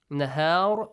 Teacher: when you end, pronounce the ra with a heavy sound.